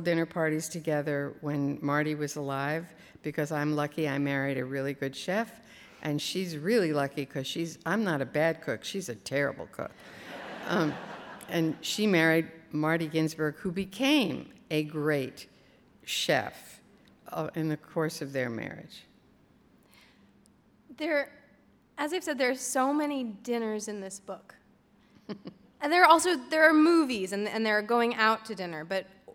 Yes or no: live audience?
yes